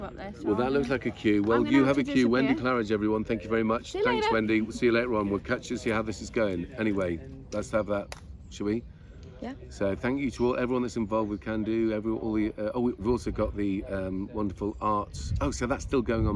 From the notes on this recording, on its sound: checks in from setting up the Unlock Reset part 2 festival at the Pitch and Putt in Monkton Park, Chippenham